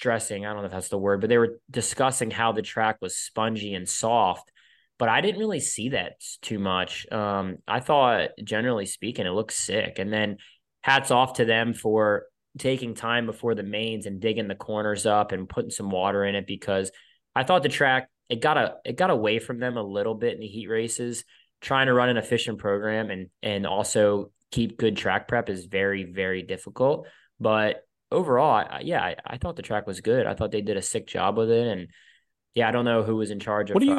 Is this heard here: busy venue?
no